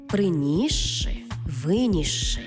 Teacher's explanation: Це слова, наприклад, «приніс ши» та «виніс ши», де «си» і «ши» читаємо як подовжений звук «ши». «Приніс ши», «виніс ши».